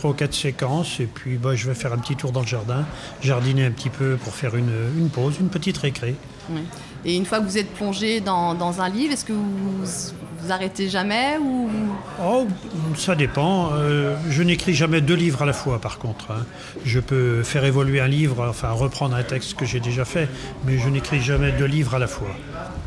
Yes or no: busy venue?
yes